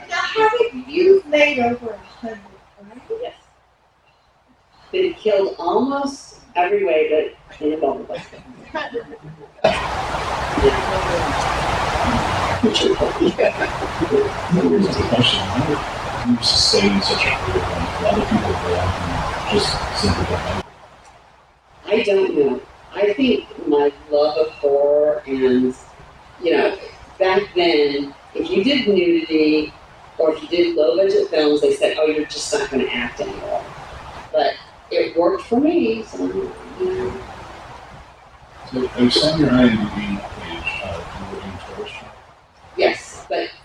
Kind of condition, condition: setting, busy venue